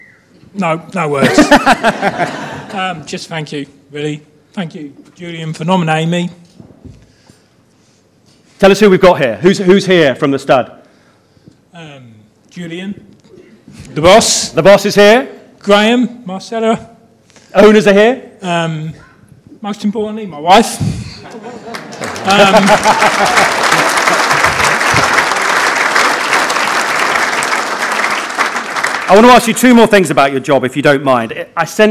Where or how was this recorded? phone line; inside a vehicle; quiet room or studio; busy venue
busy venue